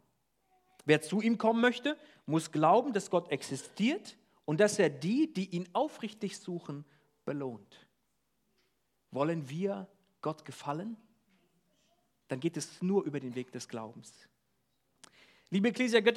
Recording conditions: large echoing room